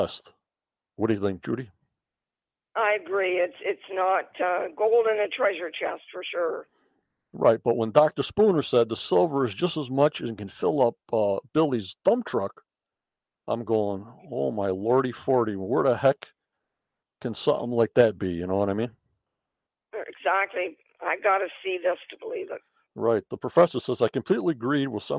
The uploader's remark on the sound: on the phone